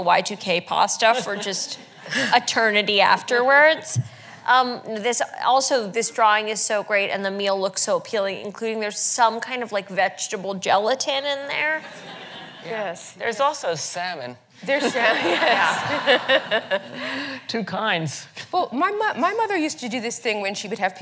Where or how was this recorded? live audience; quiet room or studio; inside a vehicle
live audience